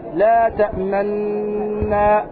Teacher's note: وأما الإشمام فيها فيكون بضم الشفتين عند نطق النون وتكون نونا واحدة